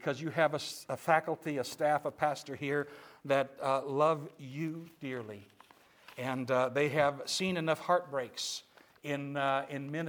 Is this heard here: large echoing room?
yes